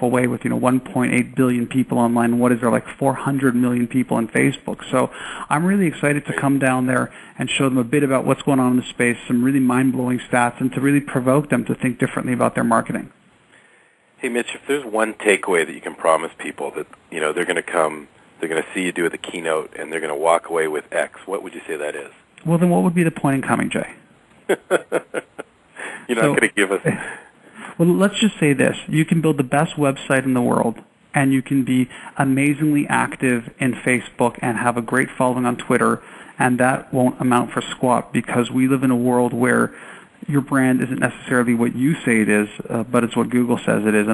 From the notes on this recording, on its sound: Live Call with Speakers for the SFIMA Summit. Call in line.